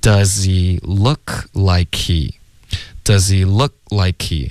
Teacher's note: 这个 k 的这个送气的声音就已经代表这个 H 的音了。对，就更不可能会专门发一个 H 音。Does he look like he?